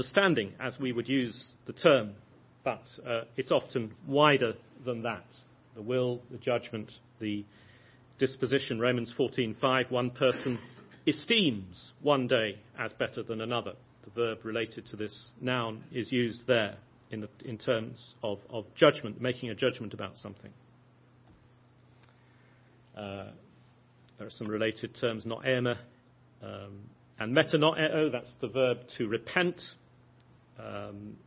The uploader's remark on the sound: Lecture at the 2011 Pastors' Academy Conference.